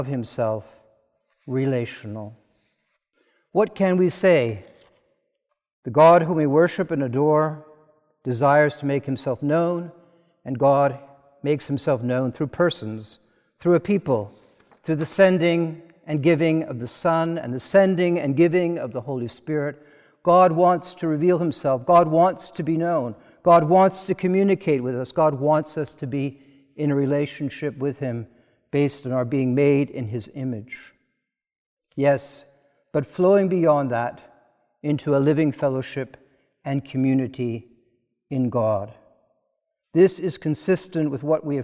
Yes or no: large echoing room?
yes